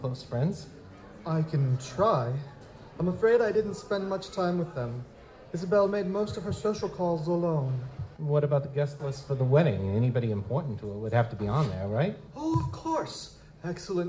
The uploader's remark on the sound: Metamor City LIVE! at Balticon 50. The live Metamor City audio drama that we performed for Balticon 50.